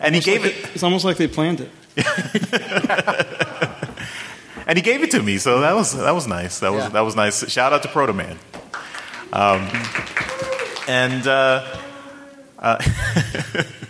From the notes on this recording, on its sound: Live from TFcon Toronto 2022. TFcon Toronto 2022 Podcasters Roundtable. Live from TFcon Toronto 2022 ! The lucky people that stuck around to watch us live.